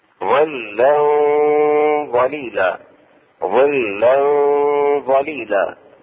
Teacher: ظلا ظليلا مع الغنة اخفاؤه مع الغنة · Term: إخفاء التنوين